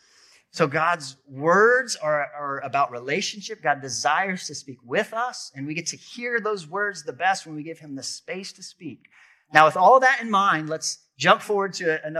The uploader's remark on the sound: This episode is audio from a sermon